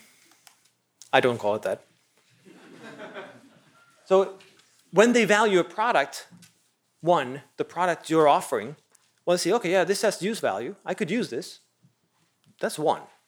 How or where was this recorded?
large echoing room